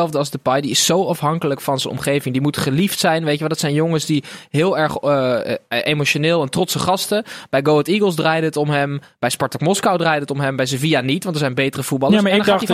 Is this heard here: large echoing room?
no